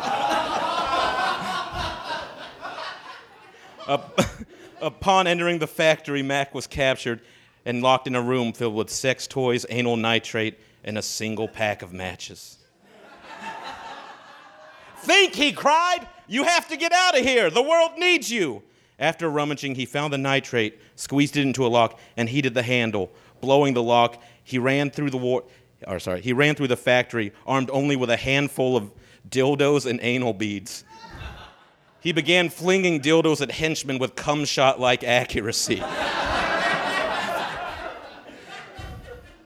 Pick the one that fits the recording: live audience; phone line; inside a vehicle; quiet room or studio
live audience